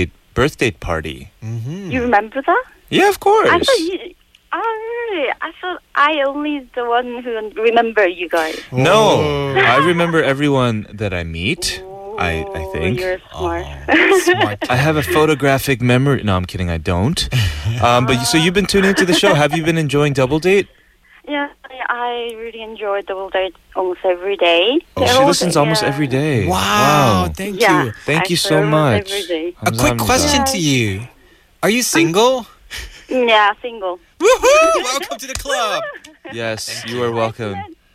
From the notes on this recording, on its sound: phone listeners for a brief chat and open the mike to them